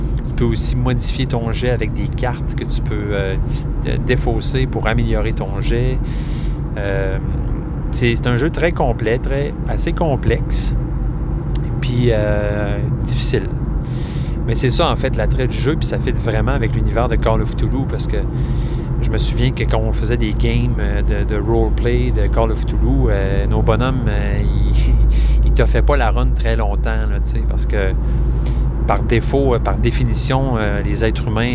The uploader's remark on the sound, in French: L'épisode a été enregistré sur la 20 Ouest et la 73 nord en plein milieu du trafic. En pesant sur le gaz une fois de temps en temps.